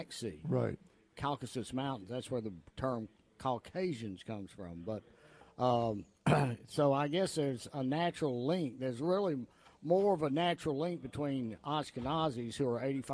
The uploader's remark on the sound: TPC broadcasts live from the American Renaissance conference. We did not realize until after the broadcast at AmRen that the background noise from the crowd drowned down the audio for many of our guests, making it more difficult to hear.